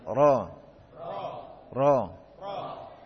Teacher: Huruf ra kita ketahui memiliki sifat takrir, yaitu bergetar atau pengulangan sebagai tanbih, sebagai peringatan bagi kita agar tidak menggetarkan ujung lidah ya lebih dari satu.